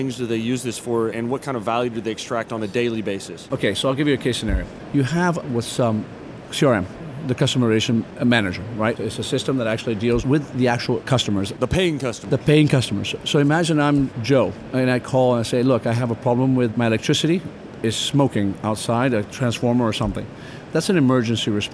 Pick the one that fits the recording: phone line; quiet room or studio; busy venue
busy venue